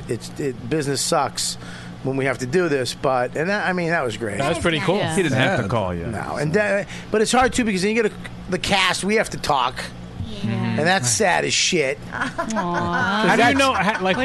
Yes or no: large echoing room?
no